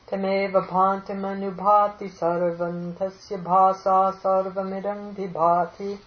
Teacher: Where the sarvam becomes sarvan because of the tasya. If you take a stop, then sarvam, okay? · Term: sandhi